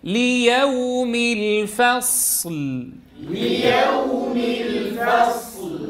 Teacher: ليوم الفصل أيهما أطول زمانا الصاد ولا اللام؟ صاد الصاد رخوة واللام بينية فأعطي الصاد زمنا أطول من اللام